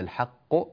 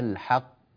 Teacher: نعطي القاف حقها من التشديد والقلقلة من غير تطويل ولا زمن طويل · Shown in: first take